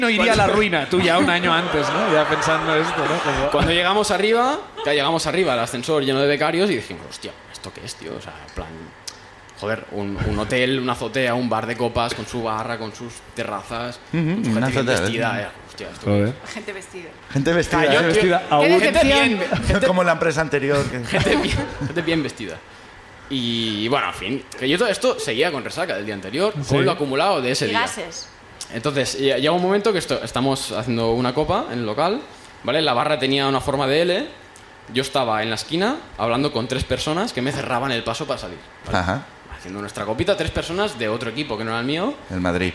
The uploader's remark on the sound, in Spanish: El público también sube a contarnos